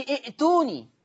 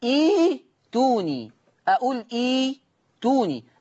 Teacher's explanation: يه، مش احنا قلنا ان يتناسب مع الضم الواو ويتناسب مع الكسر الياء، فعشان كده بنقول تبدل همزه القطع الساكنه ياء · Shown in: second take